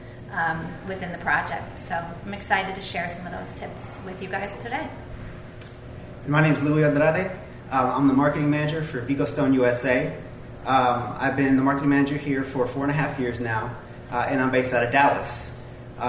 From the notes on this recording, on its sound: Today we have a conversation recorded live from Design Chicago. Yes, recorded in front of a live audience.